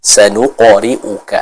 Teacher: Pada qalqalah huruf qaf tadi, ya sudah betul dipantulkan bacaannya. Namun yang menjadi catatan, pantulannya jangan seperti bacaan kepada huruf e.